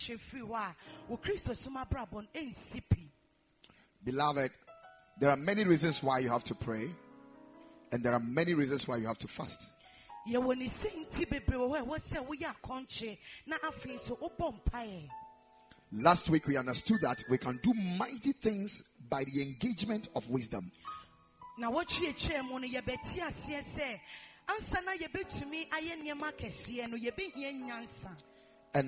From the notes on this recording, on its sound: Preached at the Ekklesia Chapel